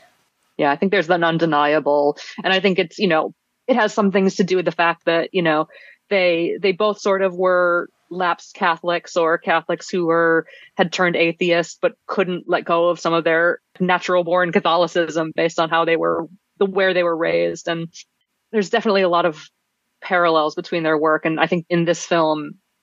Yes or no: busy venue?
no